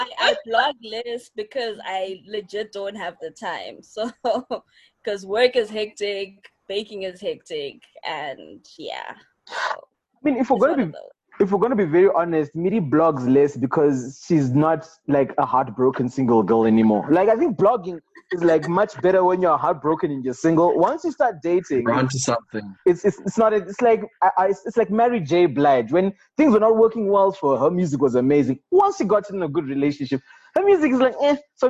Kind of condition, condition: link, video call